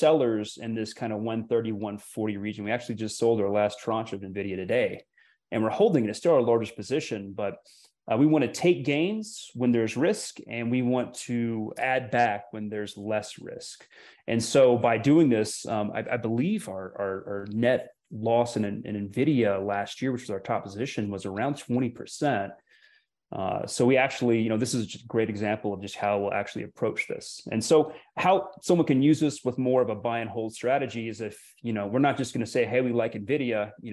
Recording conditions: video call